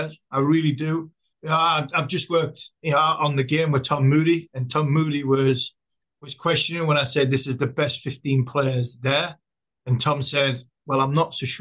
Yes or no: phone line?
no